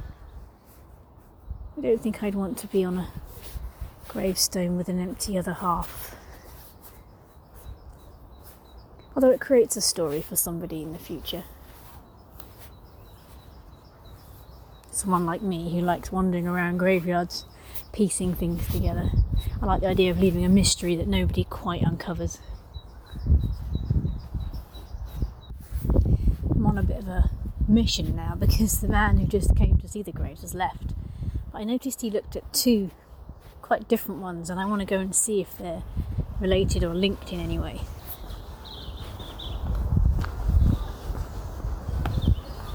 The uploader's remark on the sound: As I wandered around our local one I recorded my thoughts out loud to share with you. Down to the local church graveyard with me, where I recorded a few of my musings (with added wind noise, which I've found a way to correct for next time!).